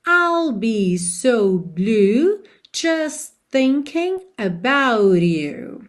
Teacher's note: a gente também não ouve o T de just, não é just thinking about you.